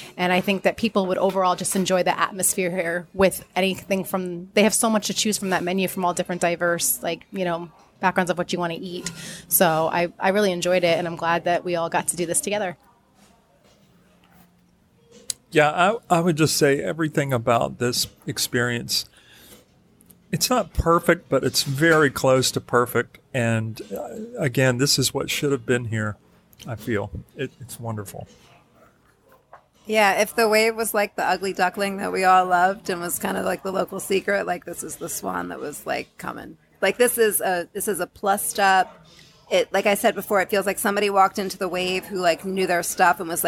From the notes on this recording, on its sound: Live Review of Steakhouse 71. At the newly-opened Steakhouse 71 at Disney's Contemporary Resort for a live review of this family-friendly steakhouse.